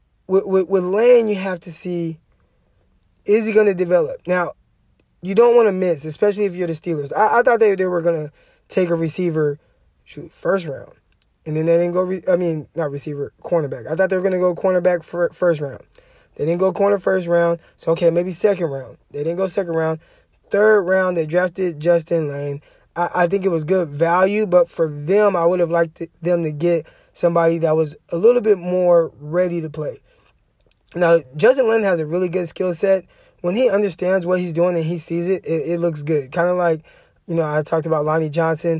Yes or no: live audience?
no